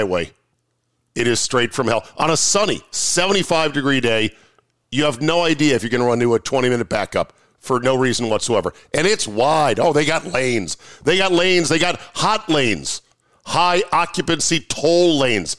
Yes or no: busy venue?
no